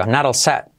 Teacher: Fíjate cómo set, la última T casi no la pronuncio.